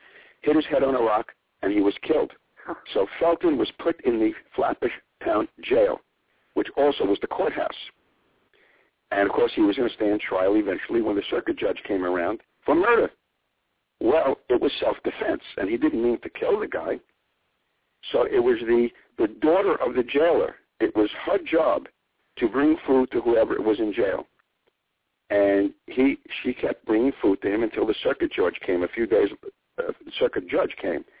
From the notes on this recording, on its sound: calls in this evening